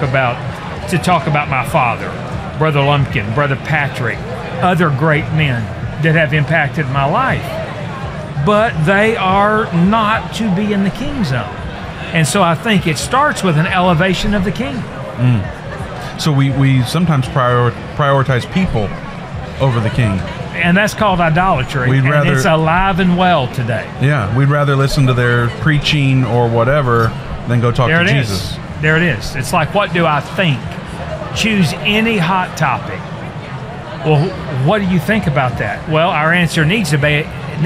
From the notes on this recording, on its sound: LIVE from Indy. We are doing the show LIVE from the Indiana Convention Center in Indianapolis, Indiana.